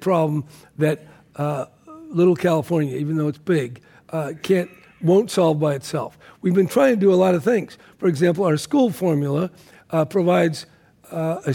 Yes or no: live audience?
yes